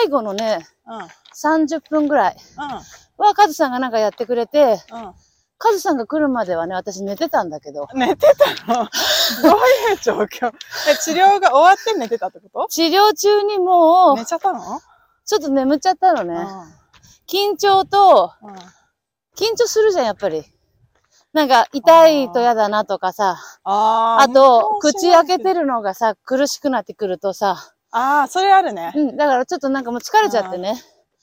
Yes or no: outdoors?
yes